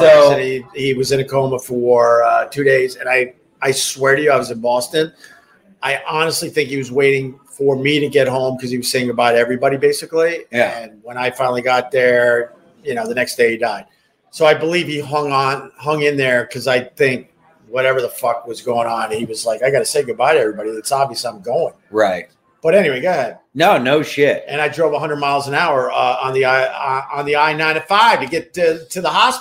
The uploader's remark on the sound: Recorded at Tuesdays at Gebhards